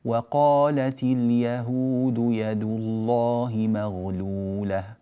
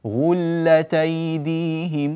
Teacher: ينبغي أن يخفض القارئ صوته بقول اليهود ويرفع صوته بالرد عليهم